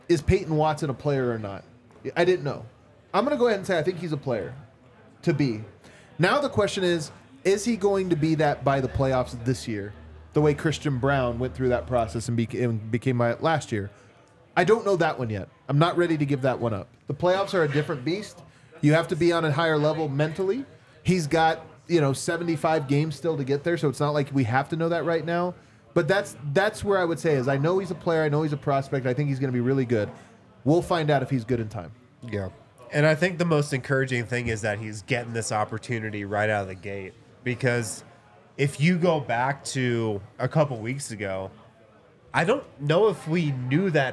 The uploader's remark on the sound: LIVE from the DNVR Bar